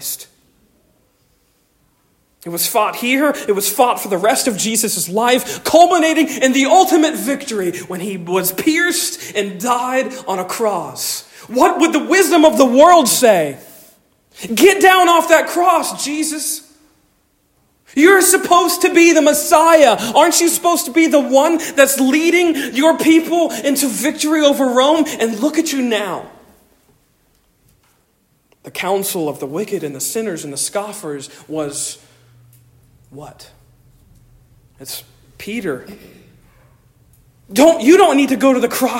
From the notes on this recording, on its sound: Originally delivered 2 July 2023 at Stonington Baptist Church, Paxinos, PA